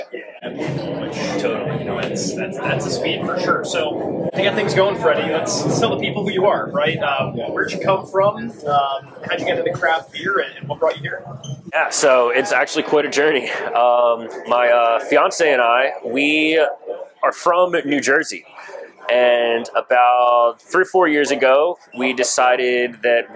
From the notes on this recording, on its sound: For the second time in our show’s history, we’re live at Long Live Beerworks!